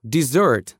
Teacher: А теперь сместим ударение на второй слог.